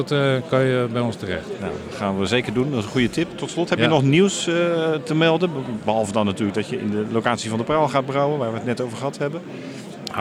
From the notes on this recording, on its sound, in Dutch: Tijdens de Dutch Craft Beer Conference (23 maart 2023) in Den Bosch.